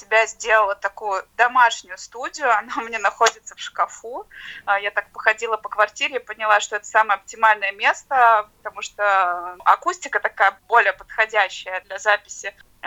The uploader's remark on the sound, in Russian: Большинство программ мы сейчас делаем из дома. Вместо прямого эфира – записи интервью по телефону, вместо гостей в студии – телефонные собеседники, вместо микрофона – диктофон. А потом – многочасовой монтаж на компьютере.